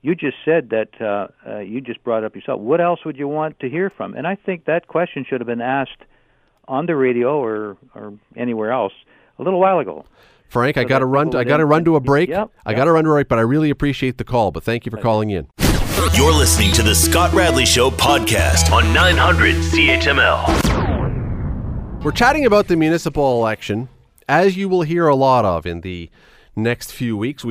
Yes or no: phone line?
yes